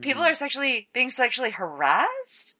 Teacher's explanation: every time she said a declarative statement, she said it like a question